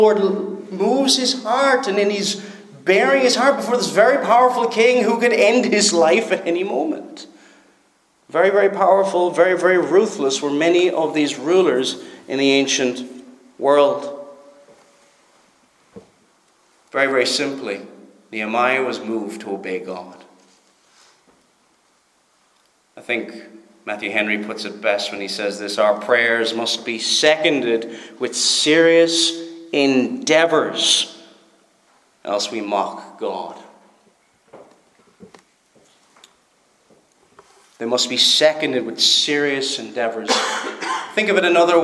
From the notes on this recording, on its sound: Preached at Stornoway Free Church -Continuing.